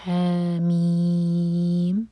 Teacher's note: ح دو حرکہ کھینچیں گے. میم چھ حرکہ. یہ مد لازم.